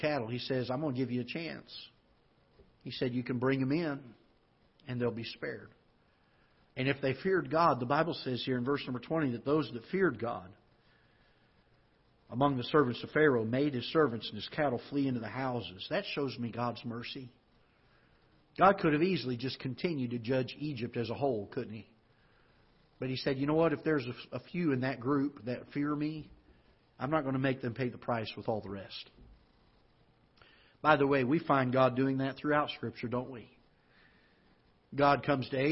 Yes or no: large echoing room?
yes